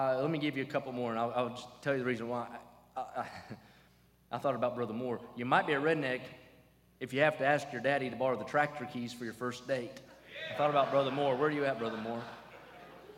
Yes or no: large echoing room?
yes